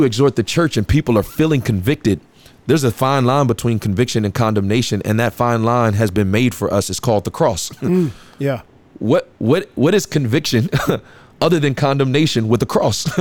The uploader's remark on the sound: Coming to you from the 102nd Cedar Falls Bible Conference!